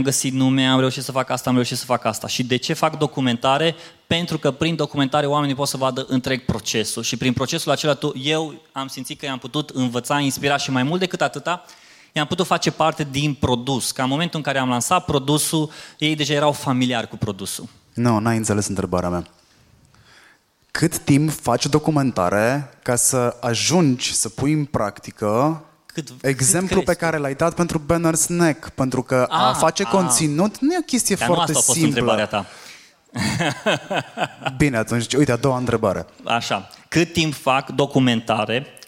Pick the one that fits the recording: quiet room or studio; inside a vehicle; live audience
live audience